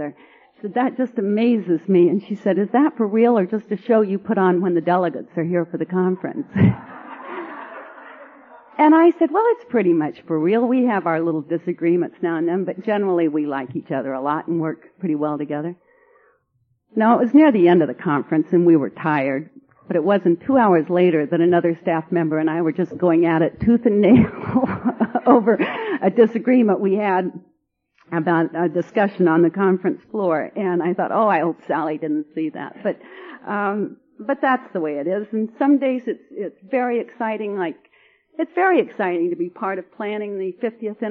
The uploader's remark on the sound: speaking at the Southeastern Conference of the Georgia State Convention in Aug.